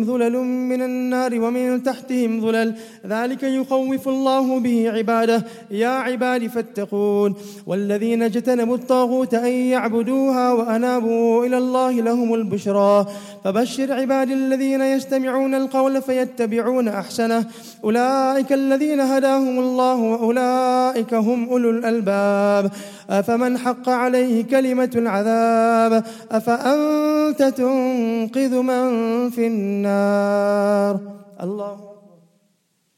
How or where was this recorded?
large echoing room